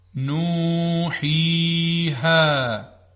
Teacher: هر 3 حرف از جوف یعنی فضای خالی داخل حلق و دهان تولید میشن · Term: حروف مدی